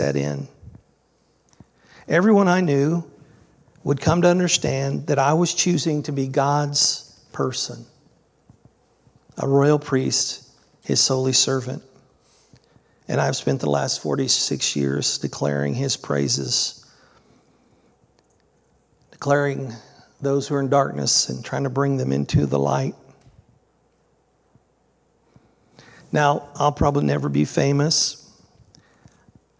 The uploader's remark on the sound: This was originally recorded on July 2nd, 2023 at Palestine Church of Christ.